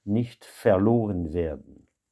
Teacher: Nicht verloren werden, ce qu'il faut remarquer ici, c'est de nouveau le fait que le V de verloren se prononce F, comme dans Francis.